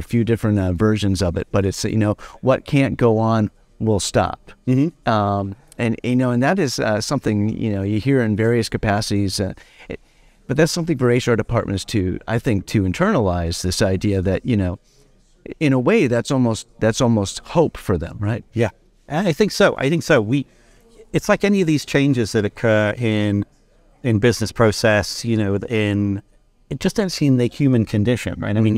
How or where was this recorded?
busy venue